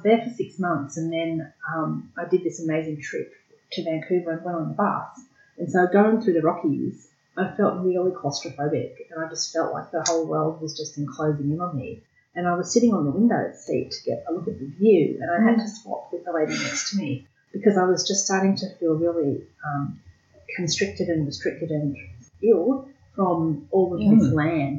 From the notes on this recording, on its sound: For whatever reason, the audio quality in this episode is varied and lower than we generally achieve. We fixed it as much as possible afterwards.